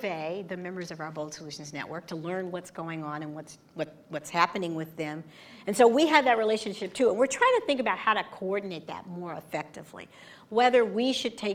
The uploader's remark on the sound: Recorded in front of a live audience.